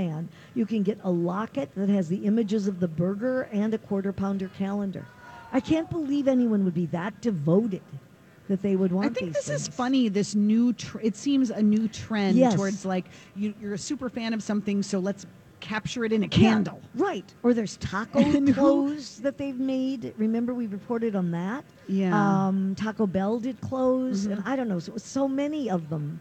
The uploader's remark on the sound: Live at the Golf Show.